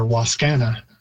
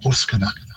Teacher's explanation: Again, that's another one where Waskana, we've got a very English stress pattern on it, putting it on the second syllable, whereas in Cree it would normally be on the first, a little more emphasis, a higher pitch · Shown in: second take